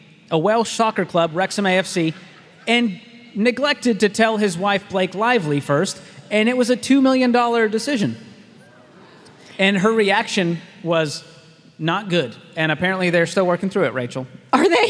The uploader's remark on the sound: LIVE From Dallas. From the SMART Conference stage in Dallas, Texas.